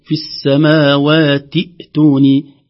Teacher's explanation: نعم عند الوصل تسقط همزة الوصل، شأن أي همزة وصل عند الوصل، نقول في السماوات، لا نقول في السماوات لأن همزة الهمزة وصل، فتسقط همزة الوصل وتبقى لنا الهمزة الأولى في الكلمة عليها سكون في السماوات ائتوني، التاء بعدها الهمزة مباشرة ولا يوجد ألف. · Term: همزة واحدة